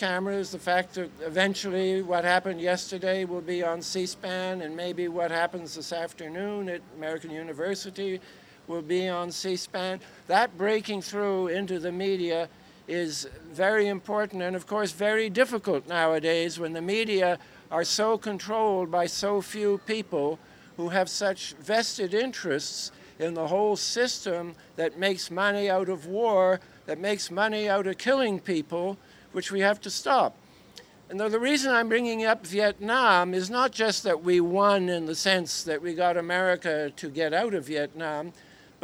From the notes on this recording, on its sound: Part One of a recording of speakers at the historic Emergency Truth Convergence event in Layfayette Park across the street from the White House.